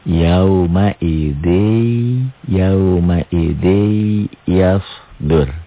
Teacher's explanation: Jadi idgom bi gunnah melebur, bunyi nun mati jadi bunyi huruf sesudahnya. Bunyi huruf di hadapannya.